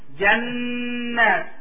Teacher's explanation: when you hold the noon that your tongue touches the roof of your mouth at the base of the front of your teeth. The teeth at the top of your mouth, your tongue is to be stuck to their base in your gums. · Term: noon al-mushaddada